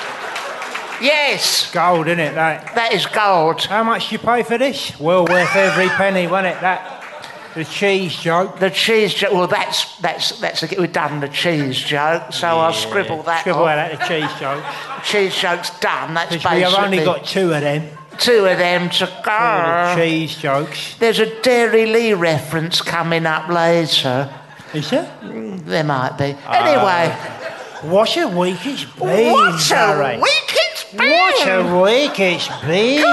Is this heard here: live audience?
yes